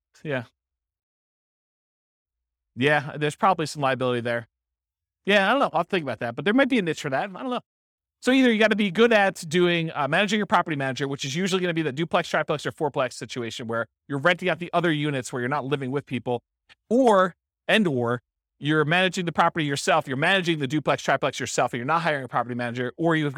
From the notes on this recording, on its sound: This was a live class recorded